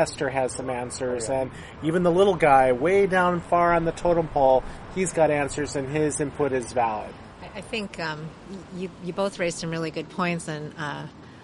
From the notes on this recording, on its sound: outside a Coffee Bean and Tea Leaf in Irvine